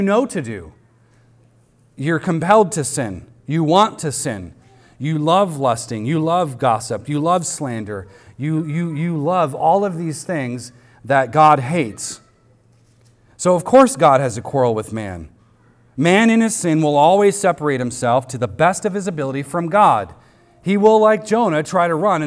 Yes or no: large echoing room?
yes